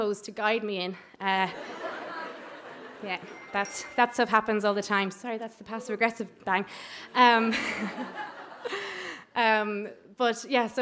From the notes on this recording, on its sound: three personal true stories recorded at our monthly open mic storytelling night here in Dublin